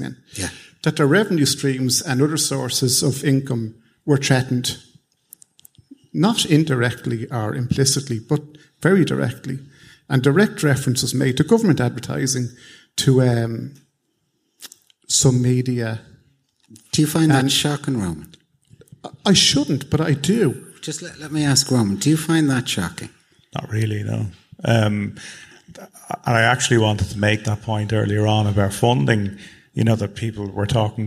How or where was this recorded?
live audience